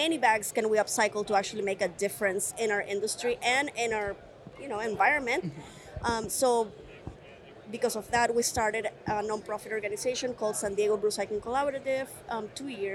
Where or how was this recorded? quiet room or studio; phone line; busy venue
busy venue